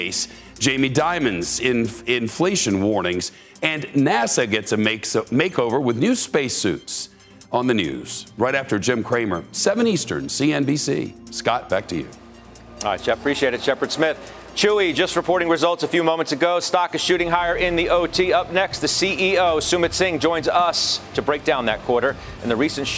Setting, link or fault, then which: setting, busy venue